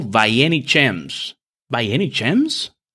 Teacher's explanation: Observe la entonación ascendente, porque es una pregunta